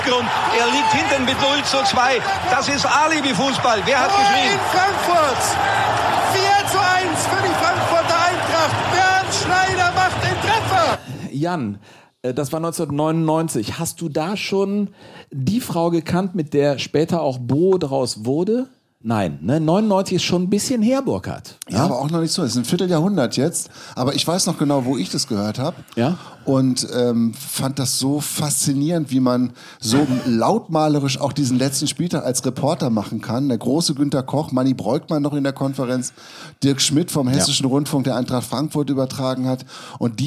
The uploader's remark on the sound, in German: Live-Show